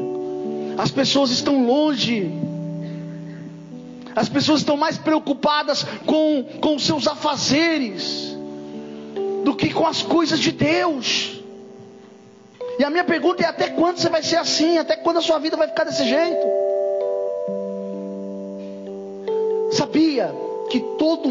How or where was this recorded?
large echoing room